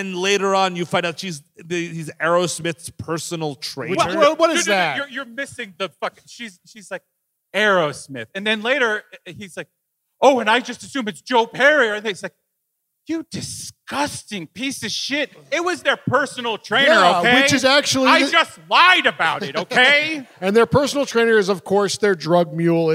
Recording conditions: live audience